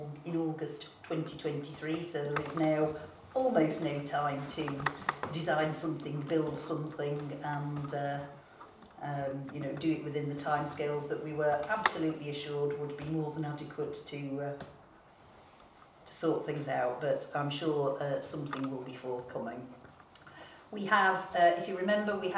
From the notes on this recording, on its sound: Audio recording of Frodsham Town Council Meeting 3 held on 26 September 2022